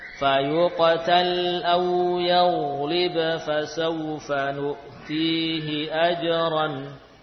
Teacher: qiraah kita membaca ba yang bertemu dengan fa dengan jelas. Makanya ada tanda sukun. · Term: Idhar